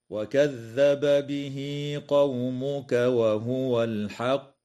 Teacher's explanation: ويجوز الوقف على قوله تعالى وهو الحق من قبيل الوقف الكافي مع مراعاة قلقلة القاف حال الوقف